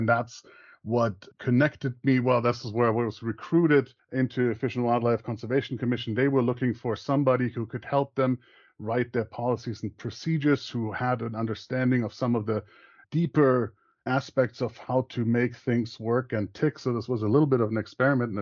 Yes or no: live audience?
no